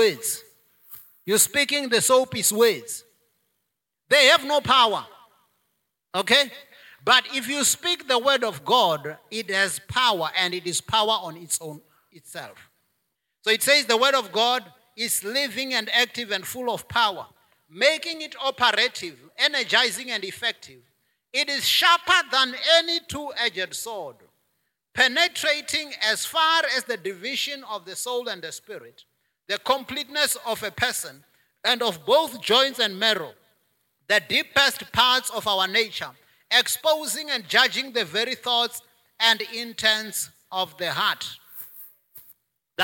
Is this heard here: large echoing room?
yes